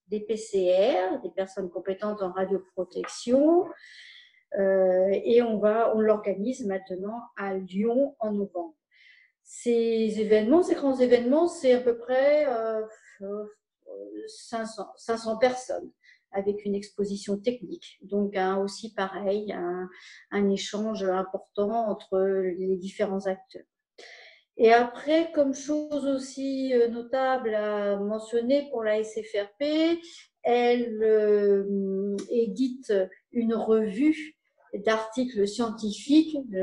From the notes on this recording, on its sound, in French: Vous voudrez bien excuser la qualité du réseau. Je ne connais pas encore la fibre et il y a eu des coupures chez moi.